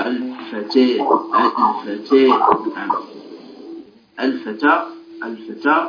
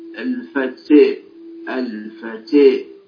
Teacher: إذن تاء هذه هكذا كما ترون كما تسمعون، إذن فهي ليست فتحة متمكنة، وحتى الألف بعدها تأثرت. فيعني نحونا بالفتحة نحو الكسرة وبالألف نحو الياء · Shown in: second take · Term: الإمالة